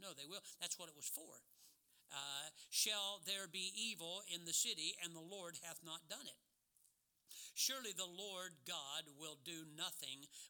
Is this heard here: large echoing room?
yes